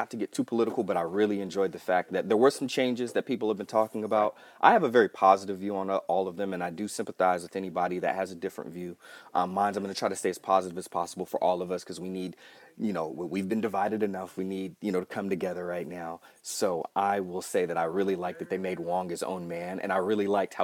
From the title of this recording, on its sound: LIVE From Empire's Comics Vault